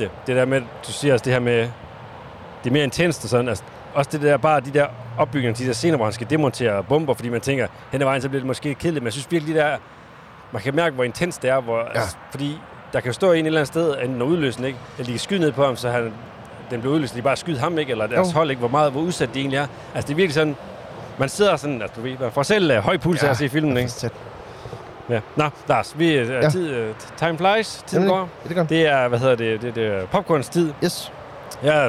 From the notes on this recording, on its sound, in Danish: Denne gang på en larmende rasteplads. Afsnittet er nemlig optaget på vej til Tour de France.